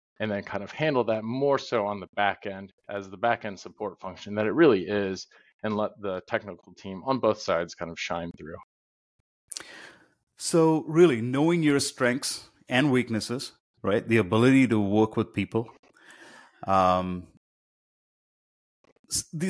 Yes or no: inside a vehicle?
no